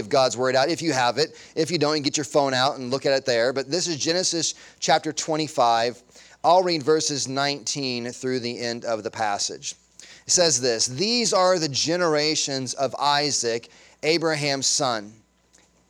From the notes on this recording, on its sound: Sunday Morning Sermon Audio